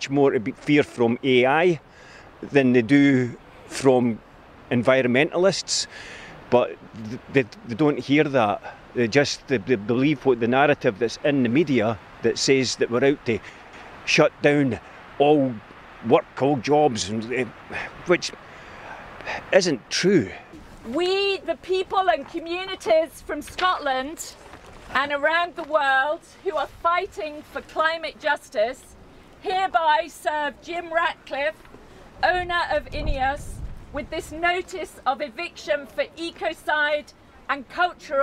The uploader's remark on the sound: This episode was recorded at Climate Camp Scotland in Grangemouth.